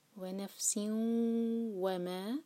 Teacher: سین کی تنوین کے بعد واو ہے، ادغام کریں گے غنہ کے ساتھ